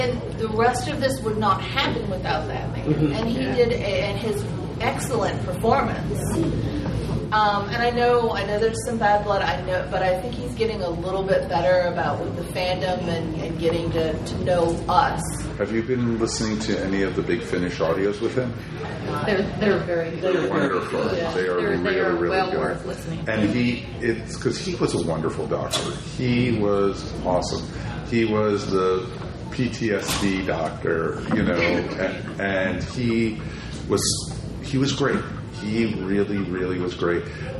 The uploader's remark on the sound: Recorded live in front of a live audience at Con Kasterborous. Thanks to all who came to the panel.